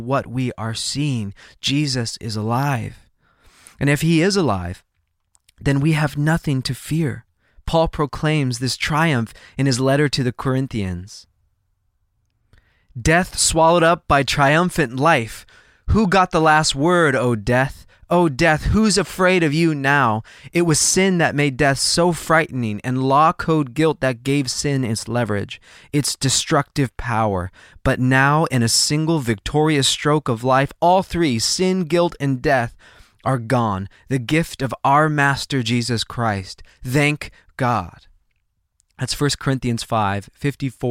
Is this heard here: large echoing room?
no